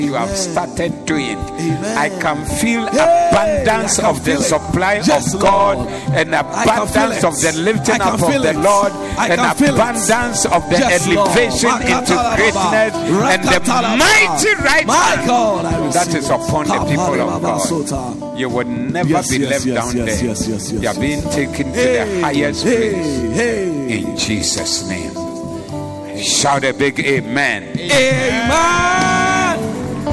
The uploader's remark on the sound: Preached at the Doxa Service